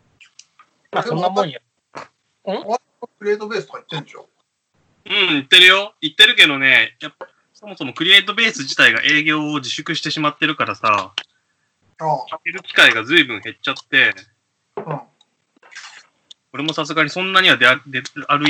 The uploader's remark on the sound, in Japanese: 初のリモート収録